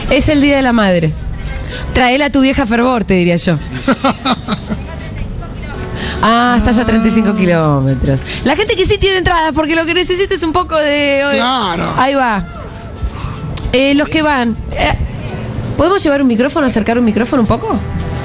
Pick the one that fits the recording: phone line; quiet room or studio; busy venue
busy venue